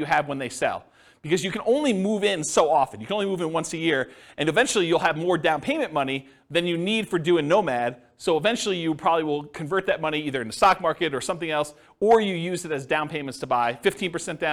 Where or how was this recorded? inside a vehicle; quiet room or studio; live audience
live audience